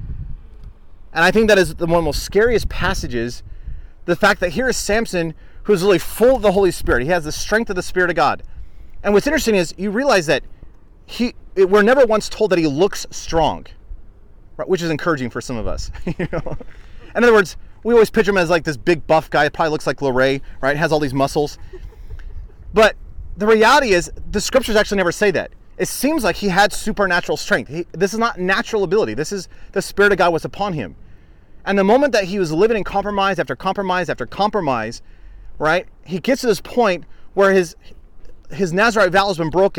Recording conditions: wind noise